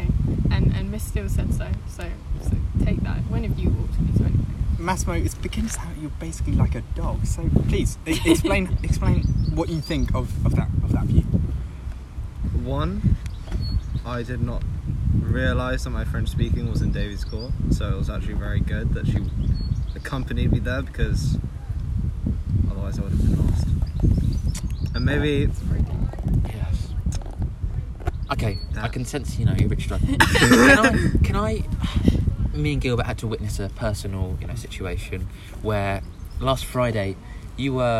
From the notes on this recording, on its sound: We have to apologies for lack of editing as we are fairly new to the business. We again apologises for the constant laughing and the wind sounds throughout and the accidental swearing at the end.